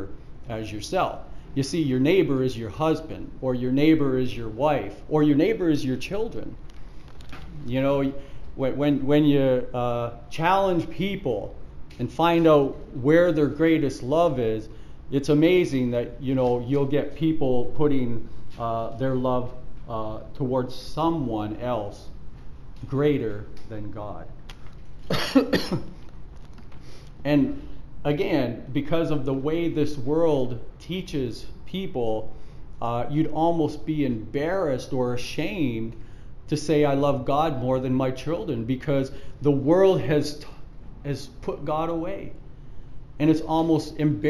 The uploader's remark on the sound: Preached at the Church at Brimley